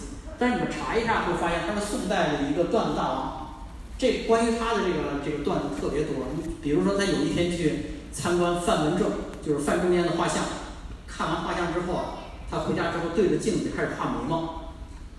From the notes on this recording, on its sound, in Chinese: 南京见面会。来到南京荔枝广场的荔枝大剧场为新书《两京十五日》签售，并与南京读者见面。讲座完毕后，是读者提问环节。